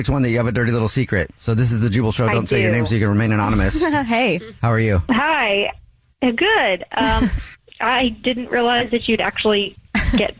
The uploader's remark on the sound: The woman on the phone has a Dirty Little Secret.